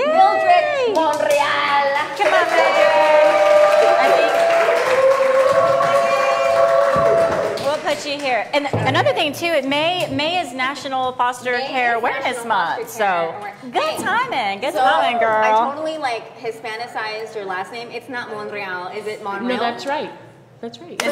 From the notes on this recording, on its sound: With our LIVE audience from Jokesters Pub N Grub.